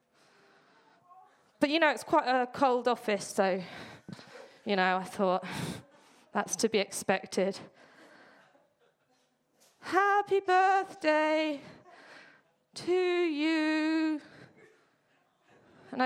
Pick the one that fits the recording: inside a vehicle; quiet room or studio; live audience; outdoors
live audience